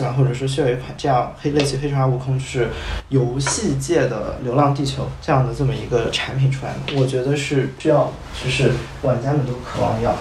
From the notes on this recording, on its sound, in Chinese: 由于音质不慎受损，本期音频或存在部分噪音，敬请见谅